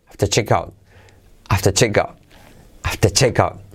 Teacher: Al decirlo rápido, la R de after decae.